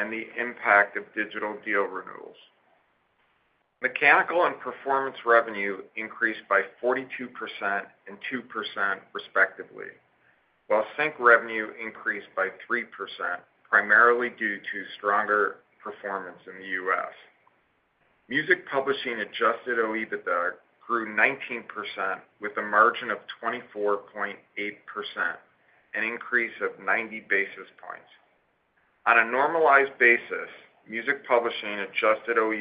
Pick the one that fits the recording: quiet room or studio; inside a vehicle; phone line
phone line